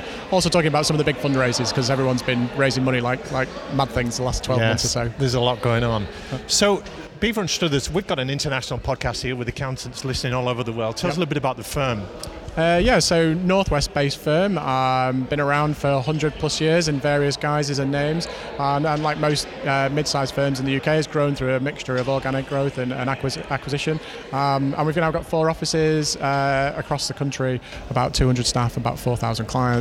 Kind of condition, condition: setting, busy venue